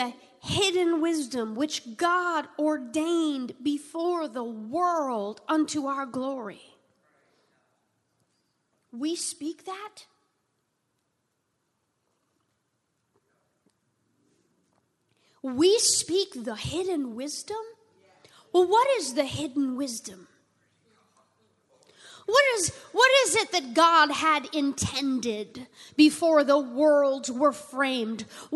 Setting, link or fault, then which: setting, large echoing room